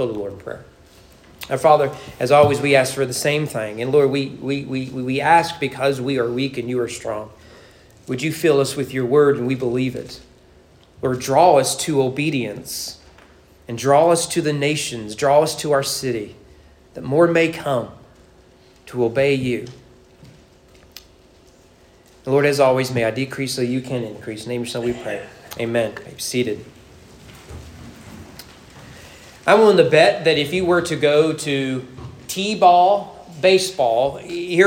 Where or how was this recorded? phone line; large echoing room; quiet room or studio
large echoing room